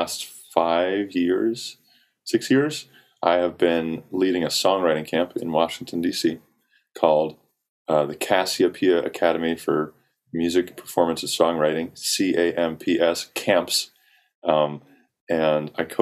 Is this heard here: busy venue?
no